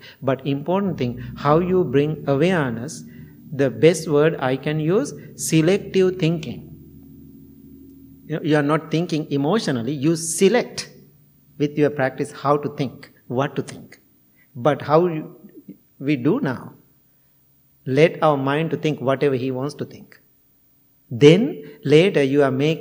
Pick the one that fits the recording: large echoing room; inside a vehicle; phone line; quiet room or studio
large echoing room